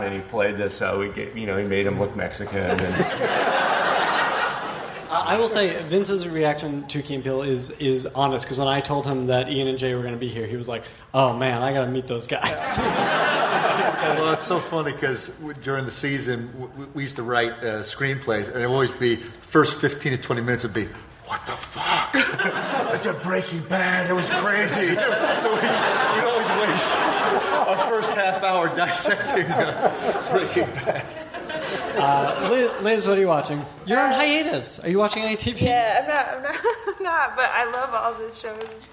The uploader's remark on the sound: Live from Largo at the Coronet, in conjunction with Fast Company magazine